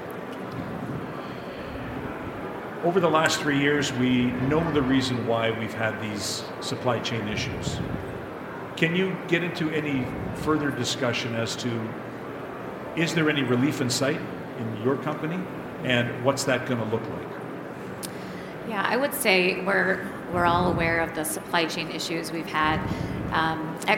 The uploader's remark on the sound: In this episode, we listen to the recording of the Learning Lounge from the recent CPMA’s Convention and Trade Show in Toronto.